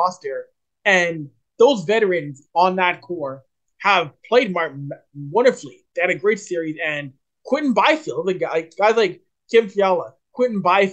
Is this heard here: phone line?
no